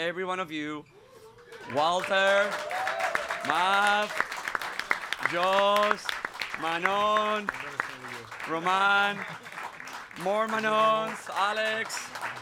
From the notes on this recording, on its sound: Live from Stockholm Major. The 3rd and final day of our Live Show comes to an end.